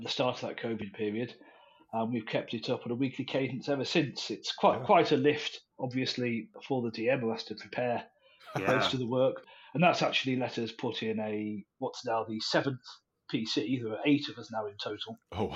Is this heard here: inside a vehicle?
no